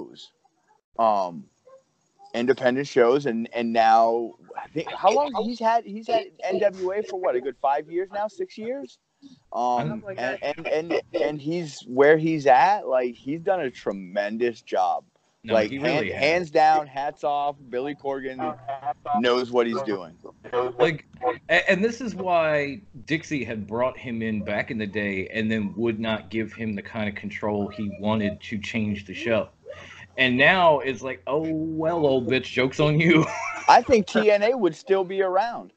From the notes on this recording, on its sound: 4 Admins from a FB group decided to hop on Skype.